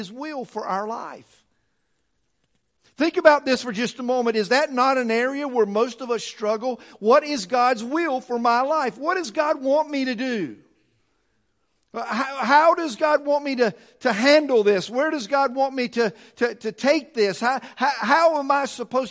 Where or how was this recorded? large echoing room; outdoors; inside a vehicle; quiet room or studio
large echoing room